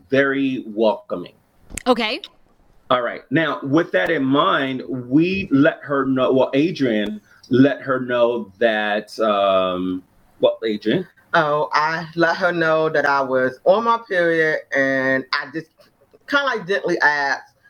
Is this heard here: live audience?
no